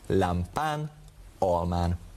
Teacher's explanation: Azok a főnevek, amelyek magánhangzóra végződnek, mint a képen látható lámpa és alma, az utolsó magánhangzó megnyúlik, és egy N végződést kapnak